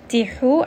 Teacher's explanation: ha is going to be from the middle of the throat.